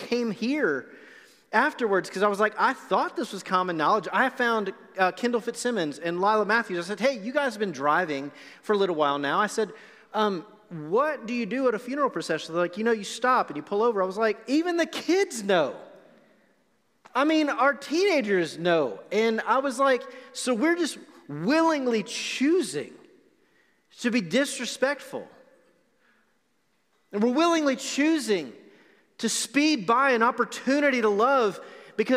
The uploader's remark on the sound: Recorded live on November 1, 2020 at The Fellowship in Nashville.